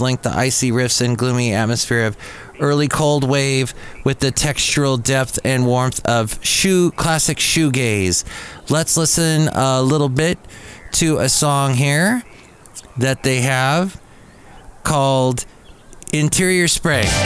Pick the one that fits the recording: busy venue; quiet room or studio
busy venue